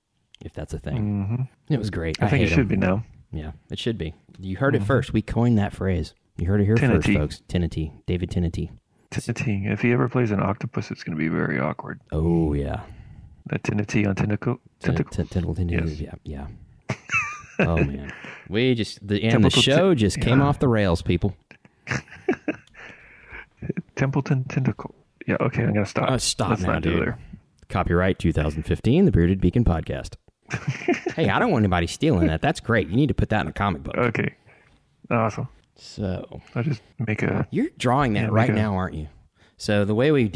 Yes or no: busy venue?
no